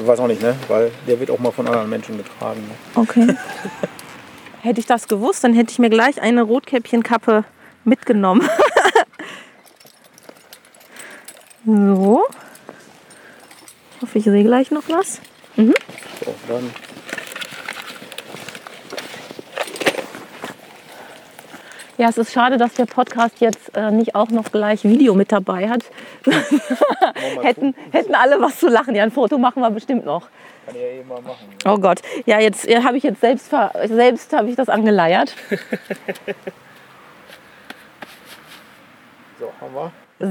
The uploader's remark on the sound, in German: auf einer 20 Meter hohen Eiche